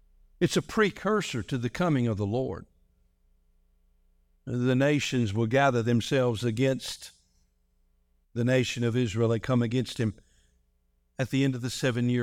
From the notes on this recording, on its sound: This message was delivered on December 17, 2023, during our morning service.